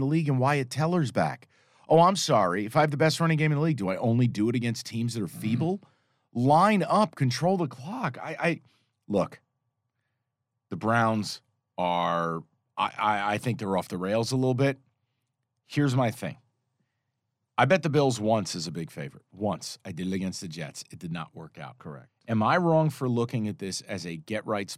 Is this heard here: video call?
no